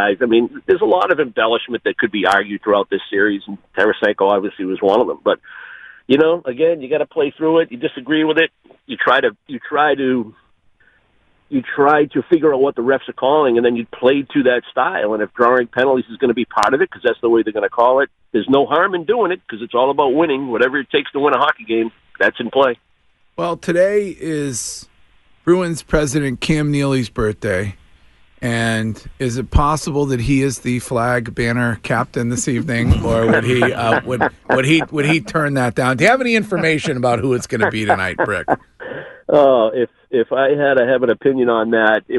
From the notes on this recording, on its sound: Calls into the show.